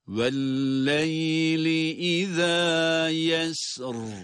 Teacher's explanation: Bakınız üç defa tekrar ederken de yesr kelimesini kalın olarak okudum.